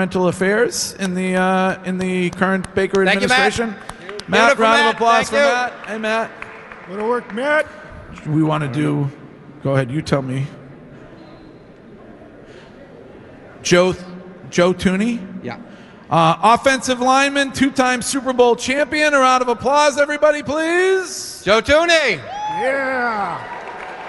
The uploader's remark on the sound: In the final hour of today’s live broadcast from Granite Telecommunication’s annual Buzz-Off.